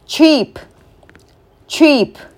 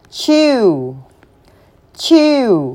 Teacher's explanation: สังเกตว่าตัว chด้านหน้าจะค่อนข้างสั้นนะคะ